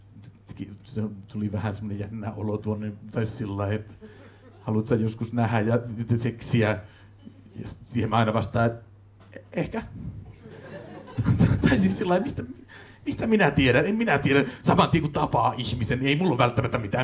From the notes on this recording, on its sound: Recorded at Mascot Bar & Live Stage on 3.